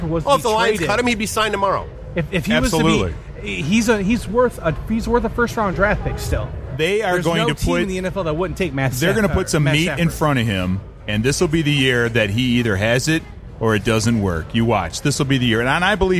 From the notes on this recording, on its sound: Podcast Detroit live from Michigan Comic Book Expo